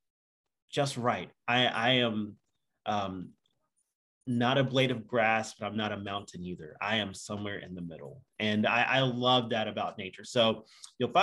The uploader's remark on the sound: From Raleigh, NC & Austin, TX on Zoom.